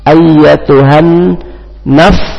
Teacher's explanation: pakai ujung gigi atas ditempelkan ke bibir bagian bibir dalam bagian bawah